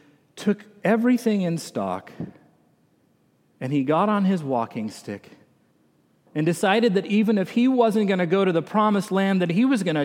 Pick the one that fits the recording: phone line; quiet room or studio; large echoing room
large echoing room